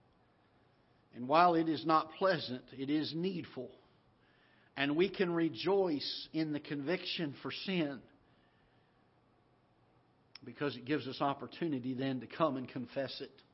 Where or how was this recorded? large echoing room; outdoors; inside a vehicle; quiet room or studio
large echoing room